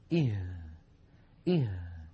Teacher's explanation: تخرج هذه الهاء من أقصى الحلق وليس من الصدر وليس من القصبة الهوائية